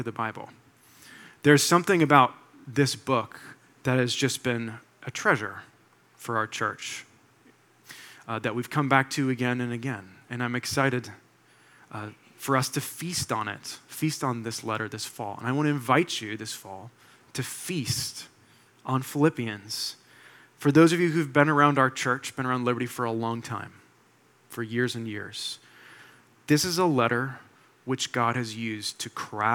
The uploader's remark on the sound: delivered this sermon for Liberti River Wards’ September 3, 2023, Sunday worship service